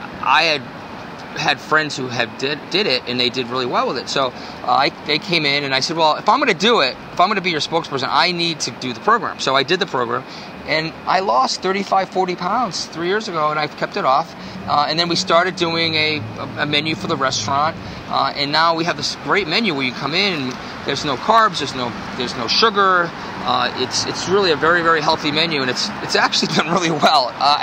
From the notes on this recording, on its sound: walk and talk in Boston's Back Bay